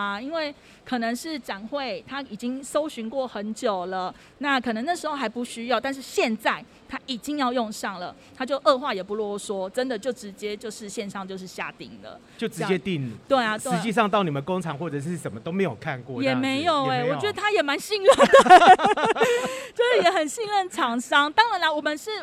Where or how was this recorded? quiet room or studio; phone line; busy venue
busy venue